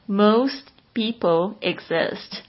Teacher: 有时候那个 T 就变得弱化掉，好像听不太到